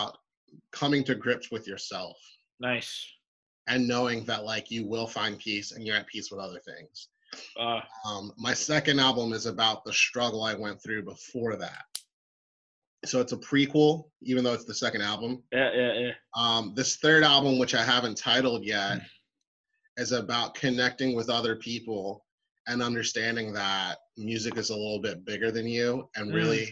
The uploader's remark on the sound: This episode was done over a Zoom call